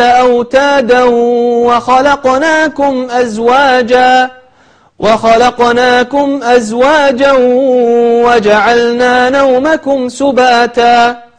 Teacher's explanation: تنوين بعد حرف الواو صار عندنا إدغام بغنة